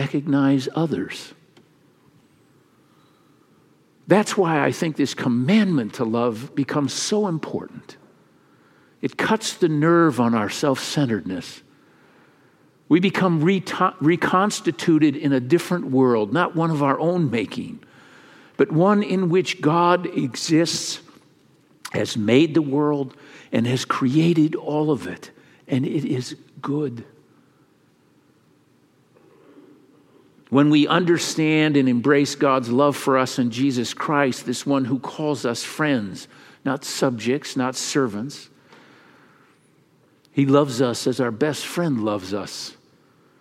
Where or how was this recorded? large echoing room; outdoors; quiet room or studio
large echoing room